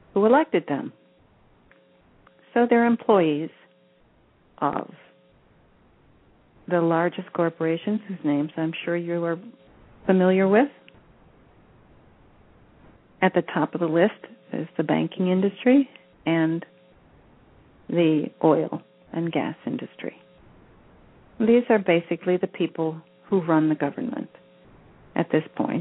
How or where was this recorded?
phone line